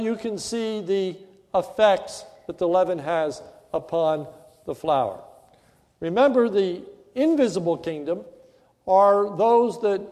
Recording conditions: large echoing room